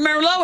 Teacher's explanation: that T is silent the T on the end of Merlot